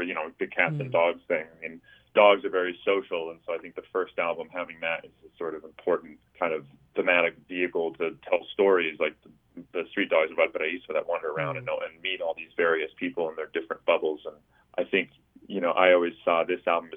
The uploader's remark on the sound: In this engaging, fun, and heartfelt phone interview.